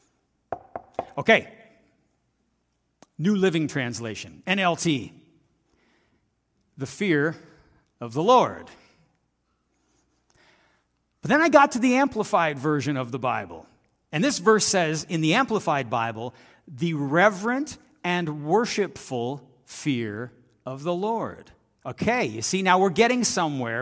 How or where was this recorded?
large echoing room